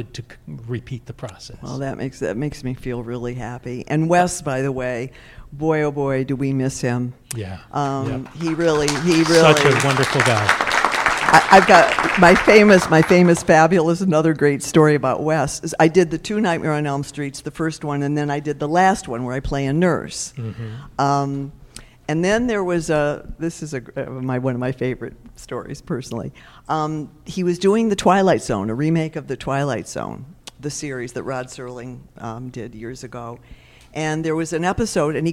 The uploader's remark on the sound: LIVE from Midsummer Scream 2019. LIVE from the 2019 Midsummer Scream horror fest in front of a crowd of die-hard fans.